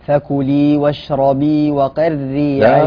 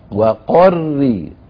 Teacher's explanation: لا فخم القاف نبهتكم عليها · Shown in: second take